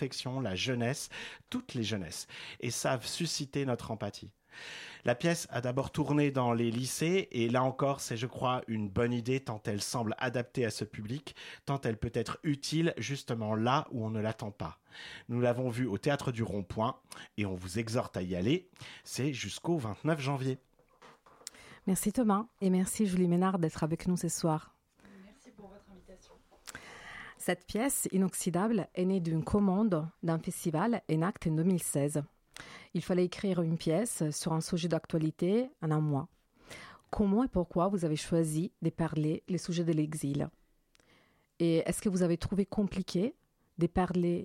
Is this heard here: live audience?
no